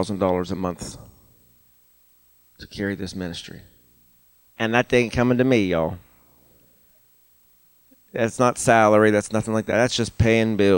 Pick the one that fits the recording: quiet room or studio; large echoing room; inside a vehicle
large echoing room